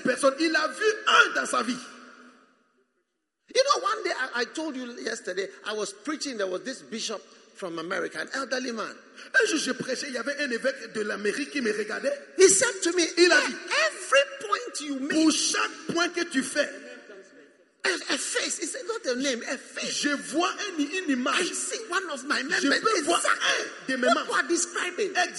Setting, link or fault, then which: setting, live audience